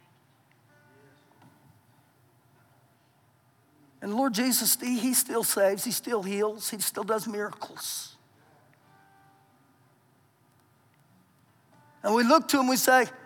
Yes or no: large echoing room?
yes